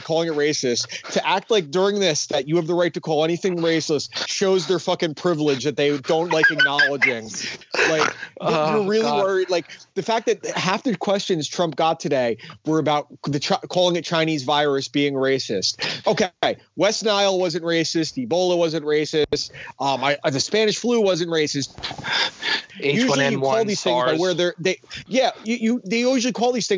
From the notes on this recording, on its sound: Peculiar times bring peculiar circumstances on You Watch, I Listen. Host episode 93 via Skype.